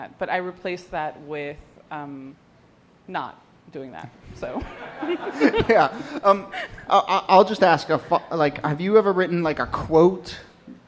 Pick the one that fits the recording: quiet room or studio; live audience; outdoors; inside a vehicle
live audience